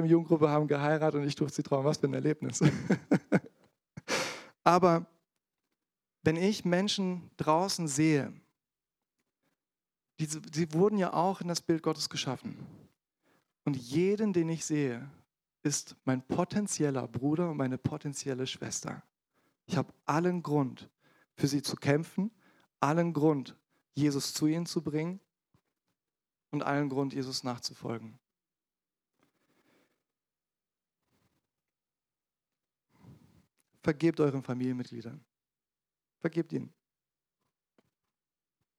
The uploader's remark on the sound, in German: in der Gemeinde Kaleo Schopfheim aufgenommen.